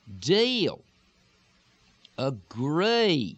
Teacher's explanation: in lots of parts of Texas and lots of parts of the South, the long E is going to jog forward. E, E, with that E, E.